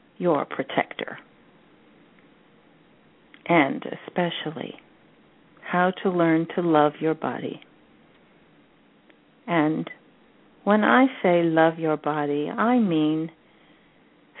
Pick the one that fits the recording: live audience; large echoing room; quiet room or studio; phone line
phone line